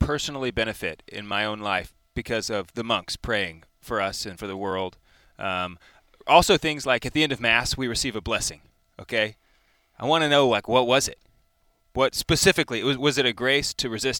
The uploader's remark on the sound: Live from The Catholic Man Show Campout 2022 at Clear Creek Abbey. Take questions from the campout attendees.